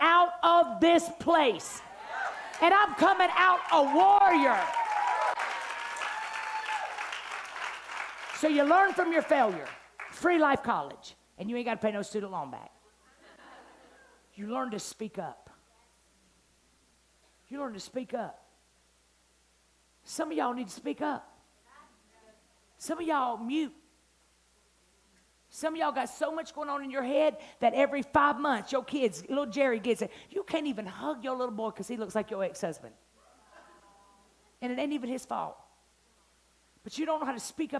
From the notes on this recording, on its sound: night one of our Bold Conference